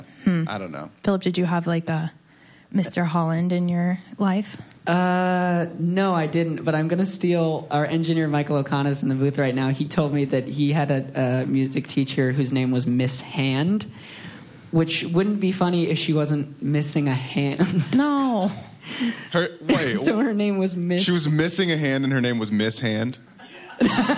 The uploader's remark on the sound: LIVE at Second City Hollywood 1/9/2020